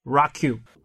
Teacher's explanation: y 就藏在了辅音 k 的后面，和 k 发生了连读 · Term: 半元音